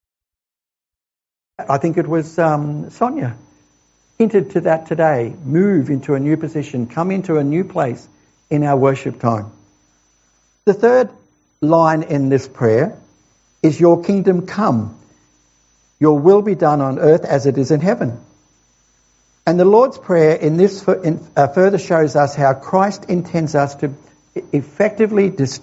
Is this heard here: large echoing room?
yes